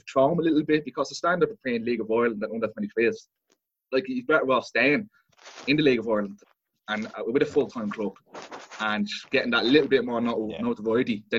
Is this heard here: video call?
yes